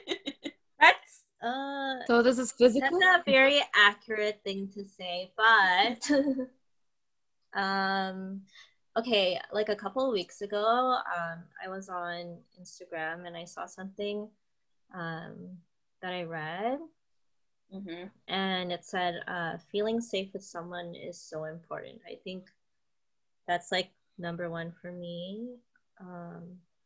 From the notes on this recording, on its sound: This episode we are on another zoom session.